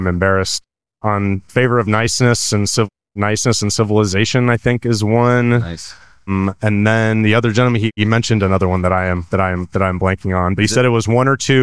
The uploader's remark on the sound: This episode is a series of candid conversations recorded at an ACX Everywhere Meetup in Washington DC in September of 2023. We recorded at the Froggy Bottom Pub on K street.